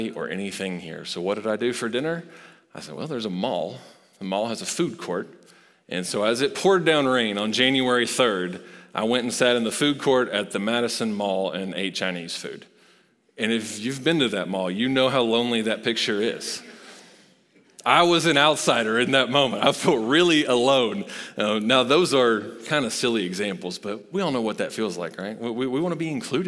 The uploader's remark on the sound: Recorded live at Long Hollow Church.